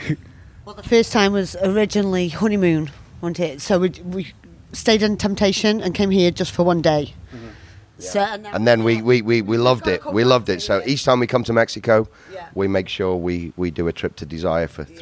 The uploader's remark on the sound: I spent a weekend in paradise at the hot couples-only clothing-optional resort in Cancun, Mexico. We sat outside my beautiful oceanside suite.